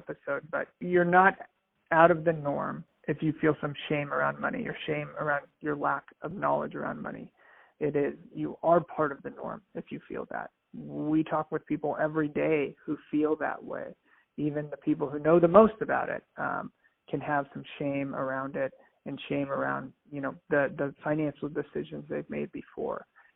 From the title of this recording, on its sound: Phone Audio